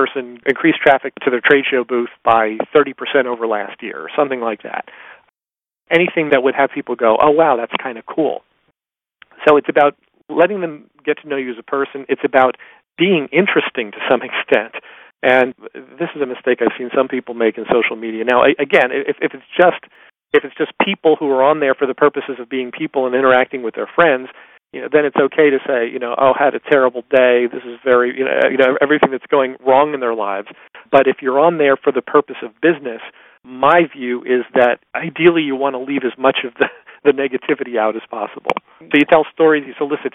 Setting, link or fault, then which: link, phone line